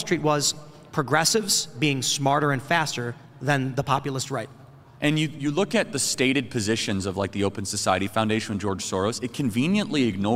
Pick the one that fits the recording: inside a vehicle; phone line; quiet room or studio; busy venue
busy venue